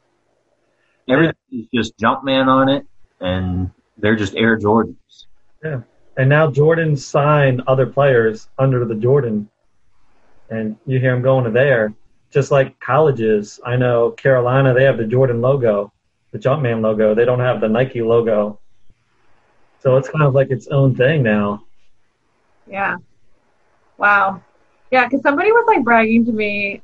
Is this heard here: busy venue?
no